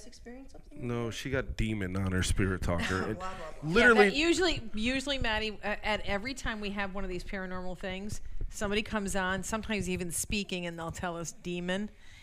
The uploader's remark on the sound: At The Century Club in Amsterdam NY for another on location recording of our podcast. The Century Club is extremely active with paranormal activity and you'll hear that all throughout this episode. The group, although they were the only people in the building, heard talking coming from other rooms, they heard what sounded like "crying' or "moaning", footsteps and more.